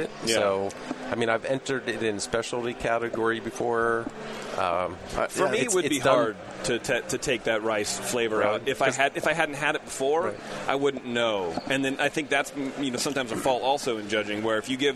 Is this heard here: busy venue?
yes